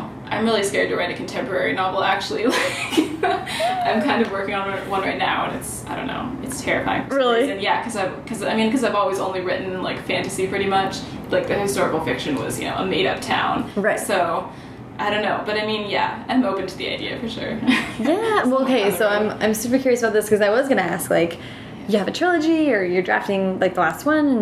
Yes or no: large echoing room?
no